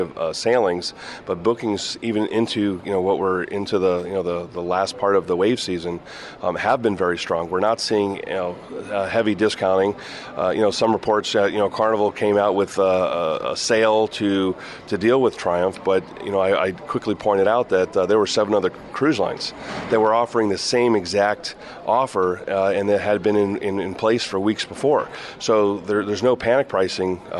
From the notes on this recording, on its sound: We are broadcasting from the Miami Beach Convention Center at Cruise Shipping Miami, a popular cruise industry conference.